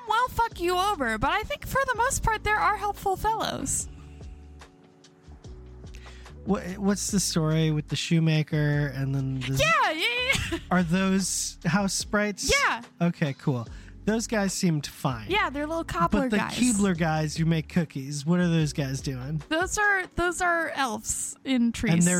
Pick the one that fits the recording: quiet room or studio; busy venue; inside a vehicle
inside a vehicle